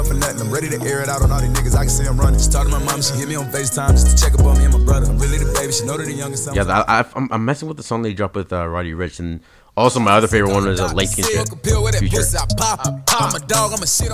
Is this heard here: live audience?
no